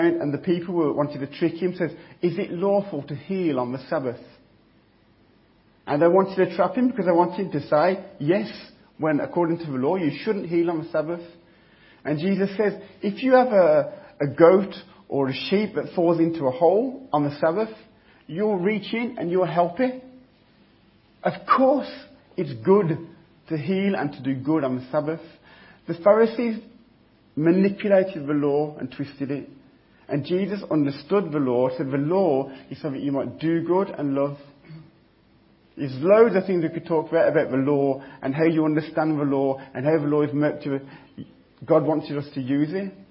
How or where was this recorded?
large echoing room